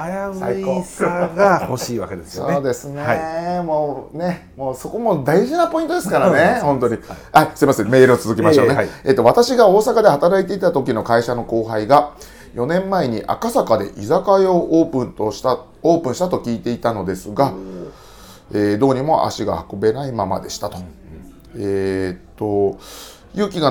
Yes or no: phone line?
no